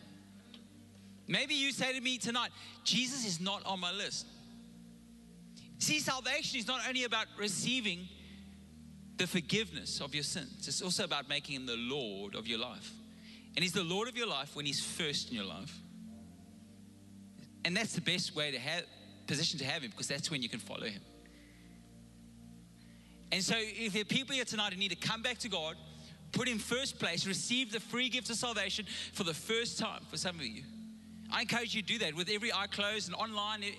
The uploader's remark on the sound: Recorded live on Sunday the 31st October 2021